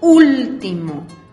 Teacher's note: Cargamos la voz en la antepenúltima sílaba